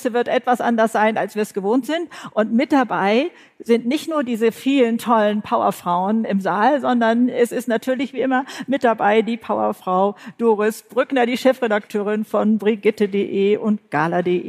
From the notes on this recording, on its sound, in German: Live-Podcast vom BRIGITTE Academy Job-Symposium. Live aus Mainz. Auf der großen Bühne – live vor Publikum! Beim großen BRIGITTE Academy Job-Symposium. In Mainz war es so weit.